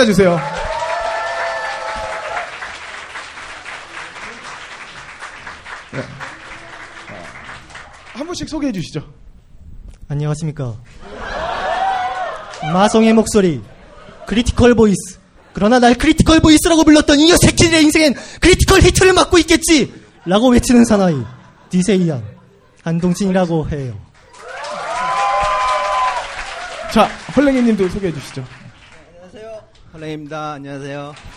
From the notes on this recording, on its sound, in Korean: 영진공 1주년 기념 공개방송.